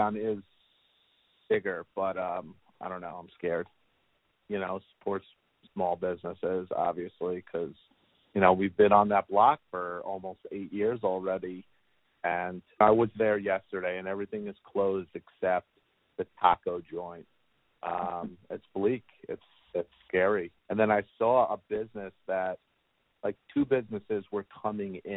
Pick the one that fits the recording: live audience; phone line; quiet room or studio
phone line